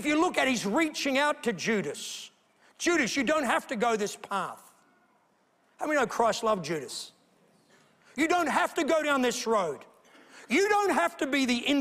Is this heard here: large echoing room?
yes